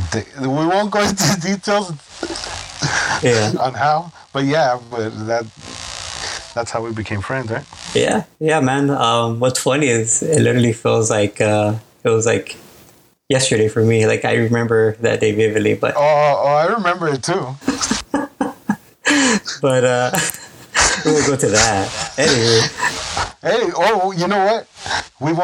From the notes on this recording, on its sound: The sound might be a little rough on these first few episodes